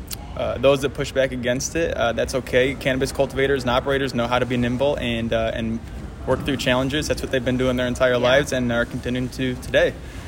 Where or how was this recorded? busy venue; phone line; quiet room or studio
busy venue